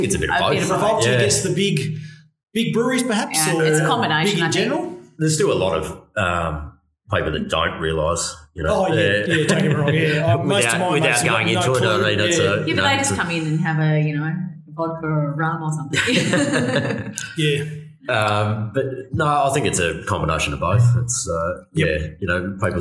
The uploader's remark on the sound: If you haven't been to Hobart. A rare "live in venue" recording.